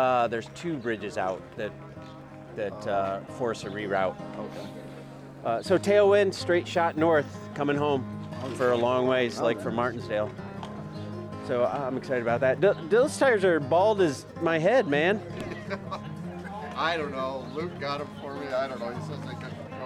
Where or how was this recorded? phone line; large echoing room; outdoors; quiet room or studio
outdoors